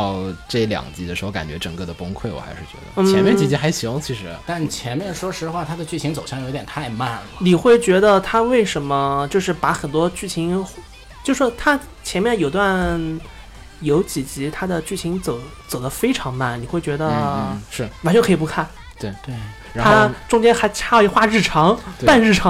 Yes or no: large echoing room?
no